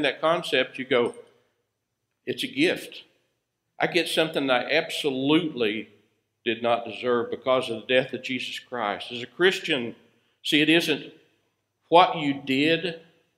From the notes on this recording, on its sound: Recorded live at Freedom Fellowship Church in Tontitown, Arkansas on Sunday, November 15, 2020.